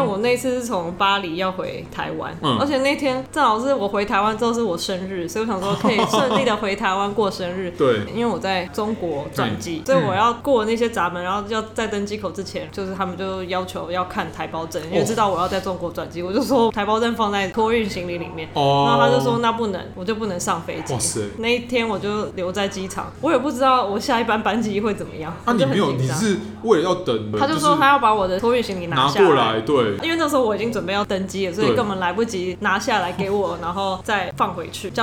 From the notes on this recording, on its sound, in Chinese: 本集白噪音指數：蚊風級 1/5。錄音地點： 某某咖啡 - MOMO Coffee Bistro。